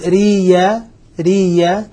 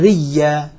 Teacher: على الإظهار تبقى الياء مادية باعتبارها ياء ساكنة وقبلها مكسور، في حالة الإظهار ياء مادية وفي حالة الإدغام ياء مدغمة ياء مشددة